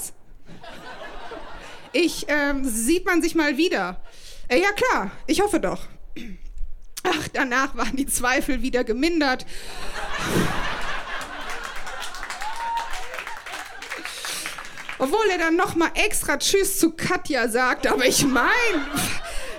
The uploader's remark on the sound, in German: Auswahl der Beiträge von der „texte von gestern“-Liveshow. Im frannz Biergarten, Berlin. Heißen Dank an den frannz Biergarten, unser tolles Publikum.